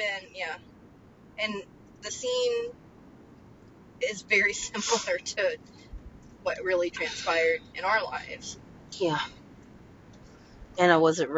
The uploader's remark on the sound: Join us for a special bonus episode in the car!